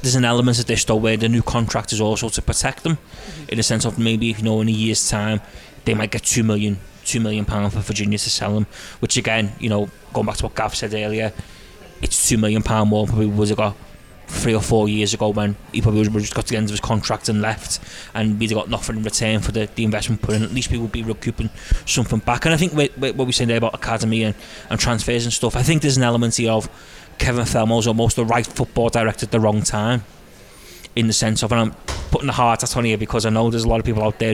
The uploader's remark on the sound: The team once again take a walk through a rainy Liverpool city centre to Lovelock's Coffee Shop.